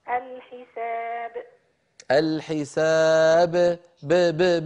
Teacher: من الشفتين فقط، لا تتبعي القلقلة بهمزة، لا تقولي حساء الحساب.